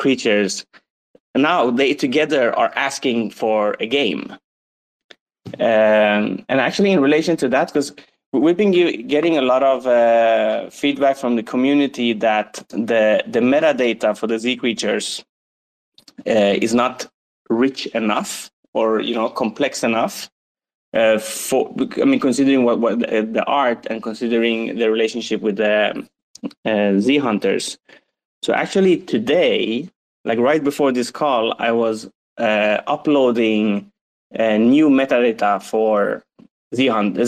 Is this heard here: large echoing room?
no